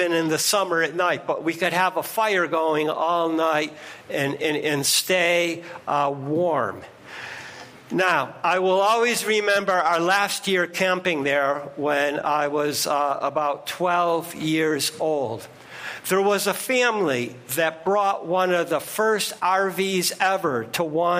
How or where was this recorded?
large echoing room